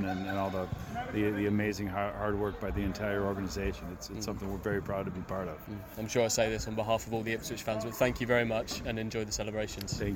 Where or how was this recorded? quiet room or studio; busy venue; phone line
busy venue